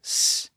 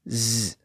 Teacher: We can begin with a voiceless S sound, s, and when we constrict those vocal folds, they start to vibrate · Shown in: second take · and s becomes z, so the Z sound is just the voiced version of the S sound.